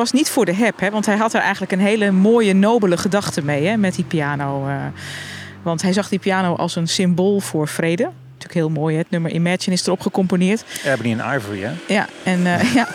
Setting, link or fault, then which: setting, outdoors